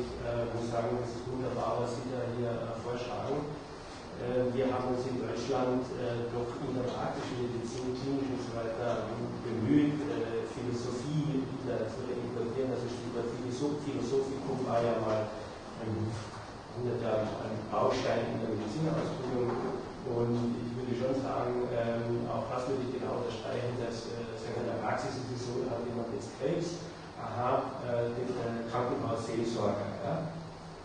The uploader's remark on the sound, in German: Diskussion zum Vortrag.